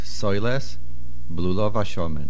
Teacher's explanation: soiles with a tipcha, and then blulov hashomen. You must make a slight pause. Soiles, blulov hashomen.